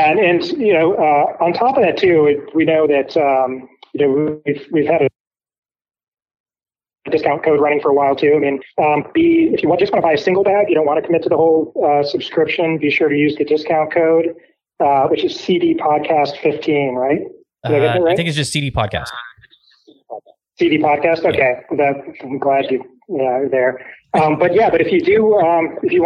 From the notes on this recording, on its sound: on the phone and talk about the company